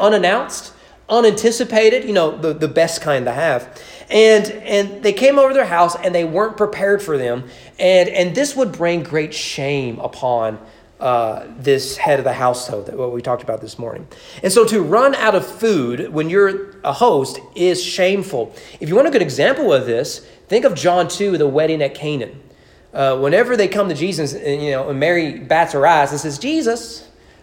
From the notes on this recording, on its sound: Sermon preached on January 31, 2020 at East Frankfort Baptist Church during morning worship.